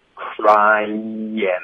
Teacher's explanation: 连读到 i 我们就导致一个 y 的音了